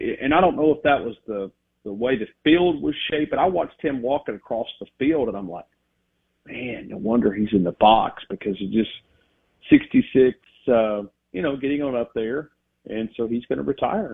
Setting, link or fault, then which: link, phone line